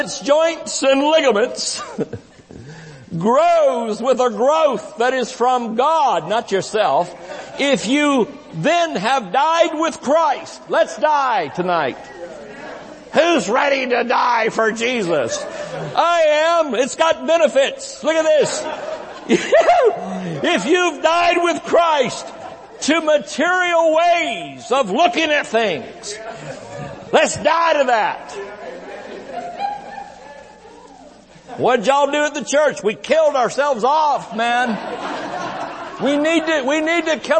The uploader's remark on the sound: IGNITE CONFERENCE. Recorded Live at Shining Light Church.